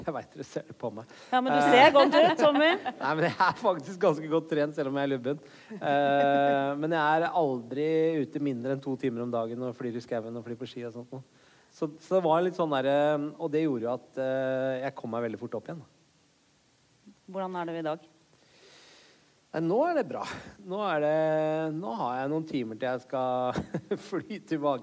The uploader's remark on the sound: Live fra Vinterlysfestivalen i Mo i Rana.